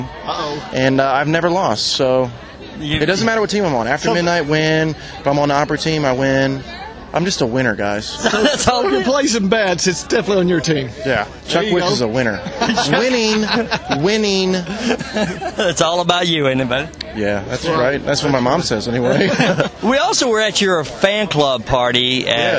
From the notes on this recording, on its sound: During the CMA Music Festival 2011, Concert Blast conducted various interviews at various events. CMA Music Fest 2011 Interviews and More Events – Nashville, TN.